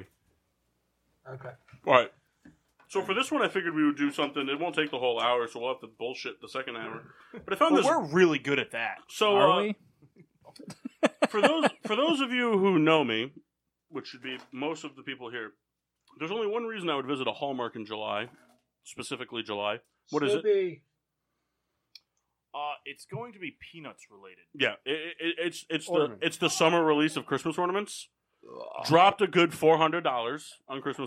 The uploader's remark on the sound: We suffer some technical difficulties early on in the show